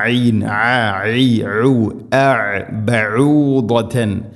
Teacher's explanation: ഐനിൻ്റെ ഉച്ചാരണം തൊണ്ടയുടെ മധ്യഭാഗമാണ്